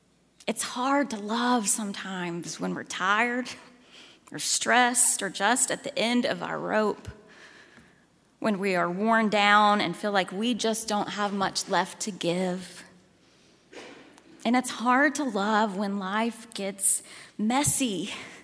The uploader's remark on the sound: at Highland Baptist Church, Louisville, Kentucky.